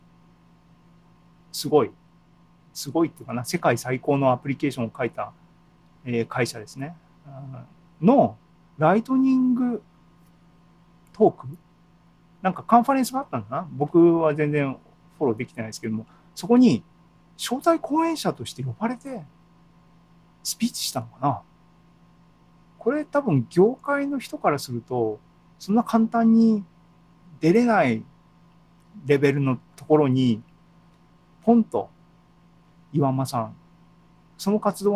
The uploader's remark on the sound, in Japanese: ２０２２年６月２９日に開催した ZOOMライブの模様です。